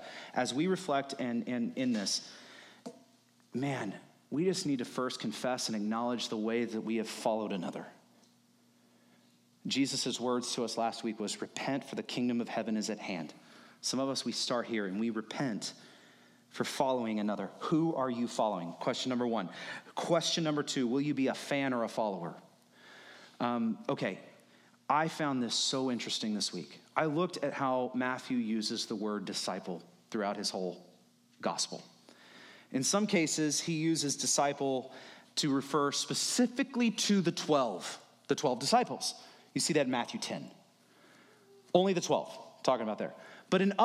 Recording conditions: large echoing room